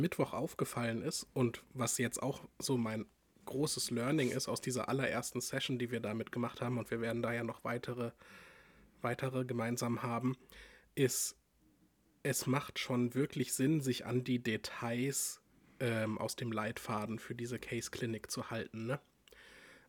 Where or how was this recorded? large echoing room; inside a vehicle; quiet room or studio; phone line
quiet room or studio